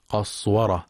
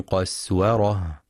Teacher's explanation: يخطئ من يقرأ قسورة بتفخيم السين فتصبح صادا قصورة، والصواب ترقيقها